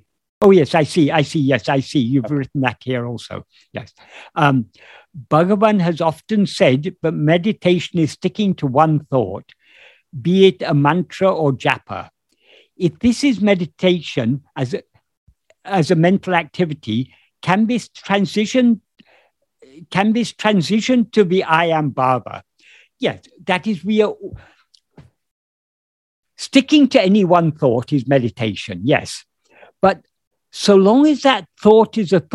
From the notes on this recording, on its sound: In a Zoom meeting with Ramana Kendra, Delhi, on 13th March 2022